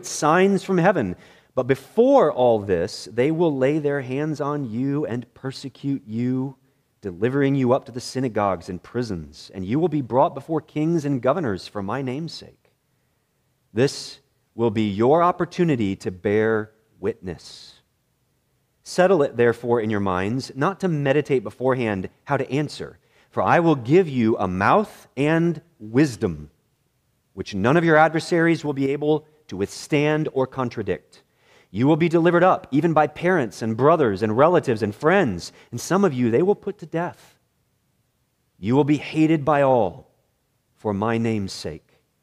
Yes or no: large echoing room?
yes